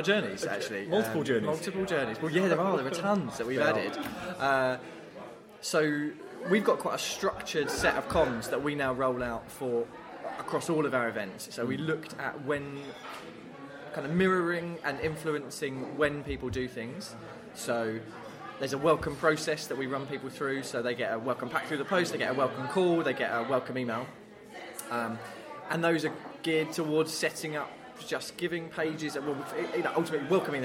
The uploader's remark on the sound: leave Kings Cross and venture up to Angel to record from the Pearl & Feather public house.